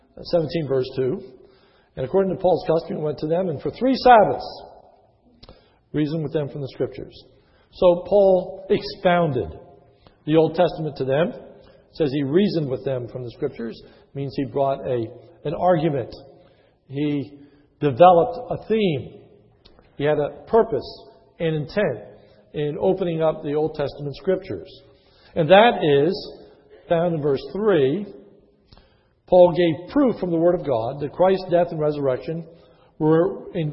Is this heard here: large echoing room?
yes